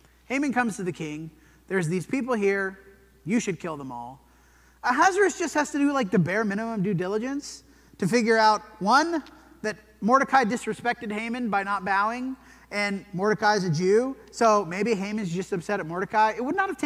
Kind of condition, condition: setting, large echoing room